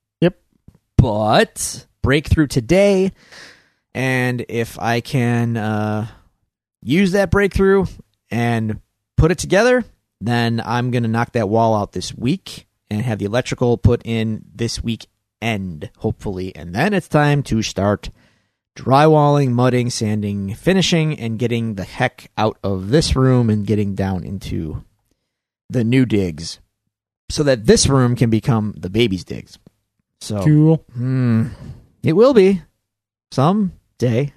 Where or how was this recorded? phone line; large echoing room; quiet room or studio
quiet room or studio